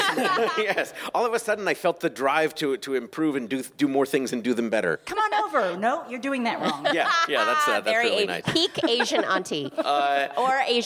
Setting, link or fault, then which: setting, busy venue